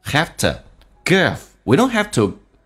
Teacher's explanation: have to 有一个比较弱化的一个现象，那么 v 说成 f， to 说成 t